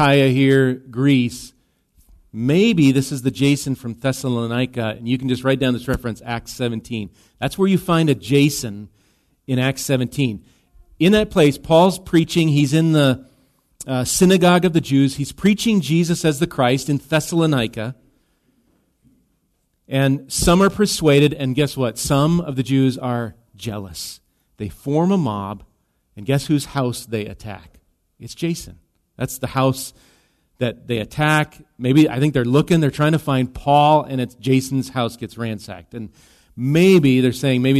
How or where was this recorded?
large echoing room